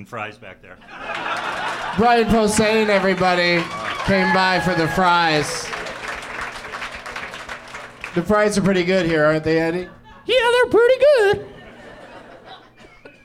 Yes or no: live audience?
yes